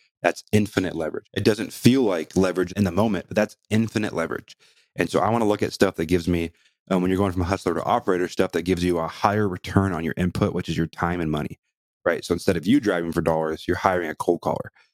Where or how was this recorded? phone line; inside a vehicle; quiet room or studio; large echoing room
quiet room or studio